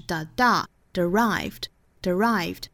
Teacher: derived 这个单词呢是有两个音节重音在后